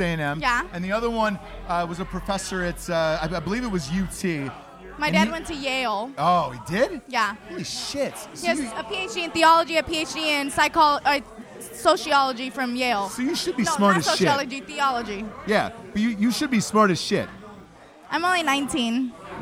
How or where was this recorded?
busy venue